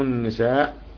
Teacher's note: نغن حركتين في النون · Term: الغنة